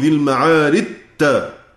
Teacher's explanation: أدغمنا الجيم في التاء إدغاما محضا عند وصل الآية بالآية التالية